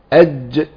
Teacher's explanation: الجيم لا صوت ولا نفس، عشان كده بنعملها ايه هزة المخرج · Term: القلقلة